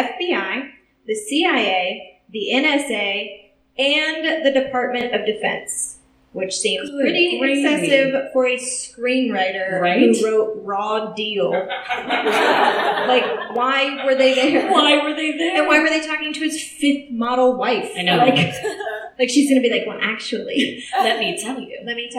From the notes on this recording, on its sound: Welcome to our first ever LIVE performance! This week we performed at a popup event downtown for an up and coming tea & book shop called "The Swallows Flight."